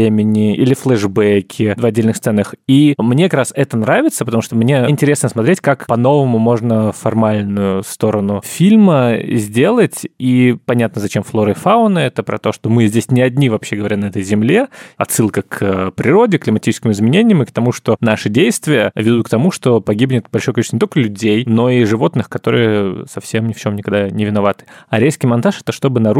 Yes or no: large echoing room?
no